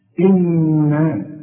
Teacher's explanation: إنا لازم النون تغناها بمقدار حركتين لأنها اتنين نون